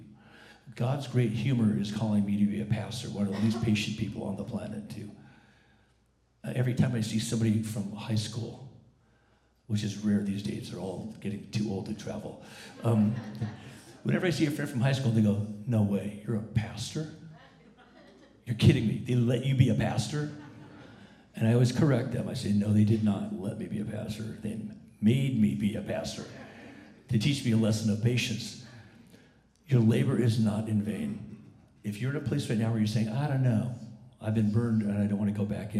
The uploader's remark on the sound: Recording of the 10:45 am service on Sunday, February 17, 2019